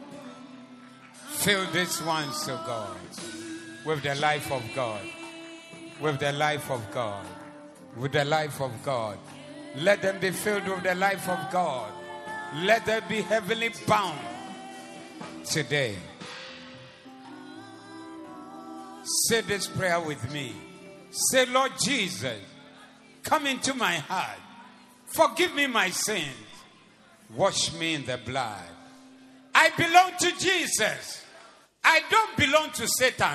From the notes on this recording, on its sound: Preached at the Zeloo Service